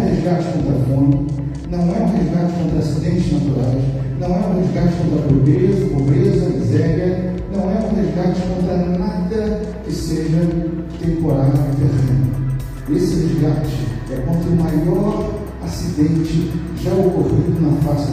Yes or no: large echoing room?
yes